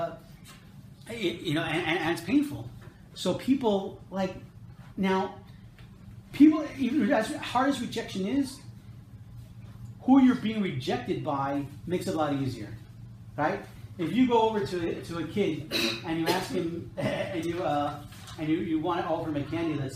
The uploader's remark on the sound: This episode is a recording of a lecture. At Temech Business Center in Jerusalem.